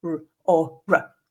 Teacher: I make the standard English from England R as a post-alveolar approximant